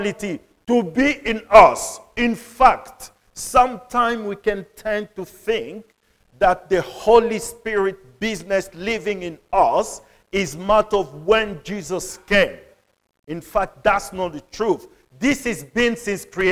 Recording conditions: large echoing room